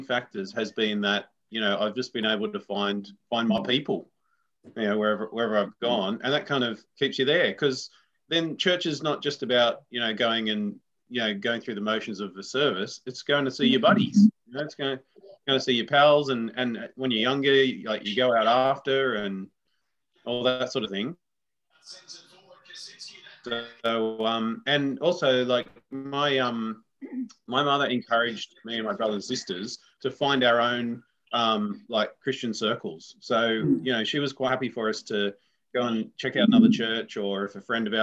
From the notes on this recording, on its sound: Recorded during our All In Zoom.